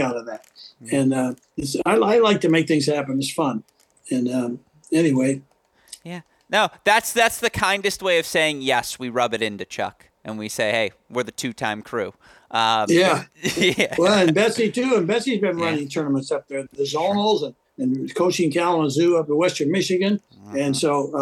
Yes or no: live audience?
no